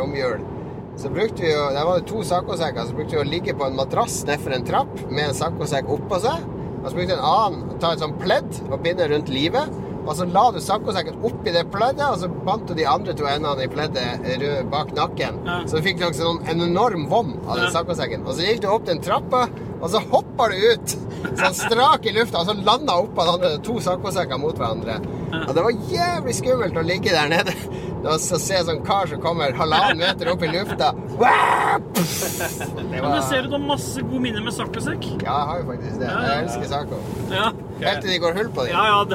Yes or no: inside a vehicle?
yes